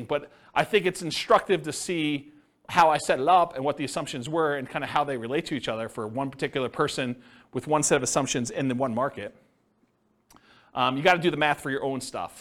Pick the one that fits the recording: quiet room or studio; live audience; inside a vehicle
live audience